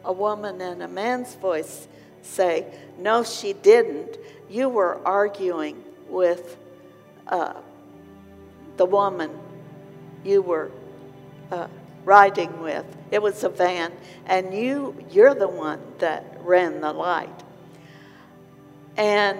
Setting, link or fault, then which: setting, large echoing room